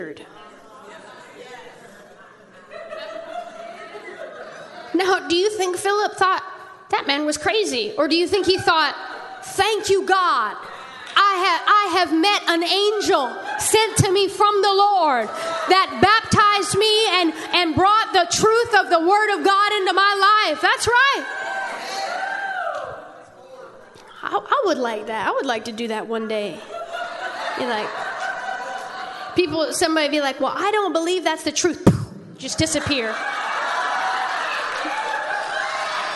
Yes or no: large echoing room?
yes